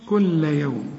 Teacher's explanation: اللام هنا مشددة لكن لا تغن